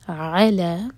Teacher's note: على دو سلیبل والا ورڈ ہے، عین پر زور دیا جائے گا